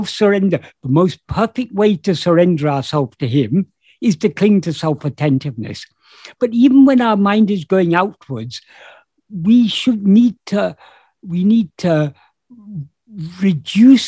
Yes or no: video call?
yes